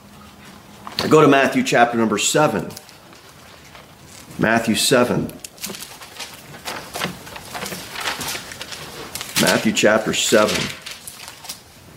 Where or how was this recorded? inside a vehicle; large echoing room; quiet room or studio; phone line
large echoing room